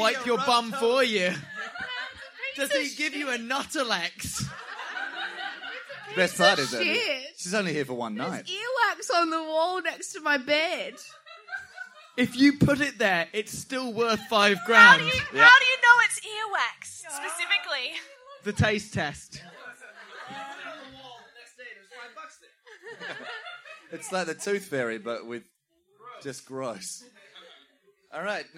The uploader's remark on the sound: Safety Toast Live at the Adelaide Fringe.